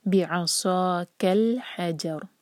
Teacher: را کو جو ہم ساکن کر کے رکیں گے تو را ہمارا ہیوی ہونا چاہیے. را ساکن کا رول یہ ہے کہ اگر اس سے پہلے لیٹر پر ضمہ ہو یا پھر فتحہ ہو تو ہم را ساکن کو موٹا پڑھتے ہیں، ہیوی پڑھتے ہیں.